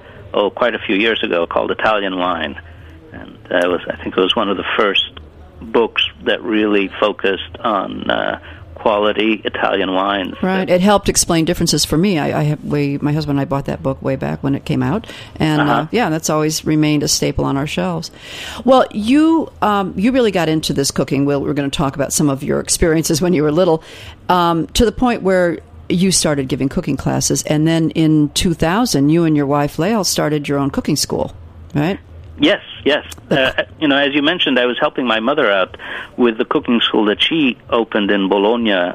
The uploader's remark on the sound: is on the phone